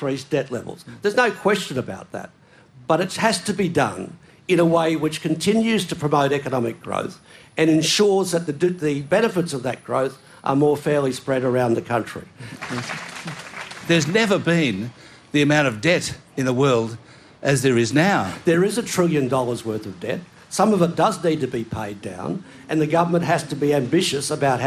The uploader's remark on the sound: Excerpts from a panel session. Held at the Adelaide Festival's Writers' Week, in March 2023. From ABC Radio National.